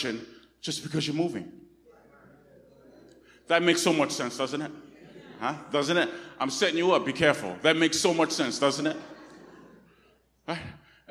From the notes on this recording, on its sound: Recorded on 2016-08-28 at the 10:00am Service.